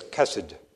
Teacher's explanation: Most Hebrew words accent on the last syllable, but this two Segol word is on the first syllable